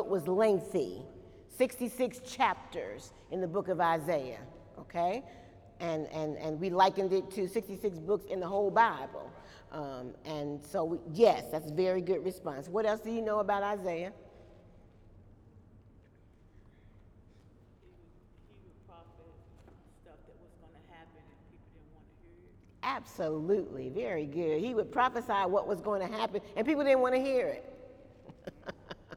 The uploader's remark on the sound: During Wednesday night service on October 7, 2018